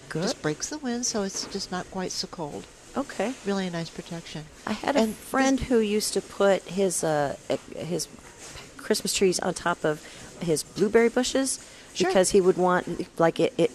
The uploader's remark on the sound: Live at Prairie Gardens.